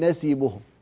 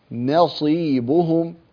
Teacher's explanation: يعني مرة نقول نصيبهم ومرة نقول نسيبهم، لا هذا خطأ. انتبه إلى ترقيق النون وإلى تفخيم الصاد · Shown in: second take